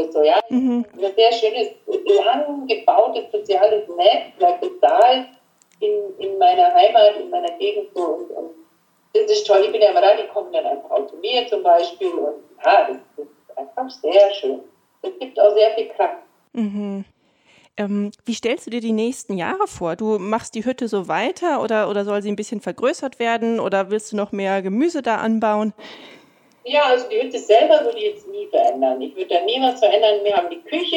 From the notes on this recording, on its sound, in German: Wegen eines technischen Problems bei der Aufnahme liegt die Audio-Qualität dieser Folge leider etwas unterhalb unseres Standards.